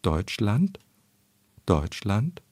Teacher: Besonders ist bei ihr, dass sie sehr spät in der Silbe, die hervorgehoben werden soll, nach oben geht und meistens dieser Anstieg sich in der nachfolgenden Silbe, die eigentlich schon wieder unbetont sein sollte, noch fortsetzt. Dadurch entsteht eine gewisse Vagheit in der Betonungsstruktur, sodass man als Hörer gar nicht so recht weiß, welches ist denn jetzt eigentlich die betonte Silbe.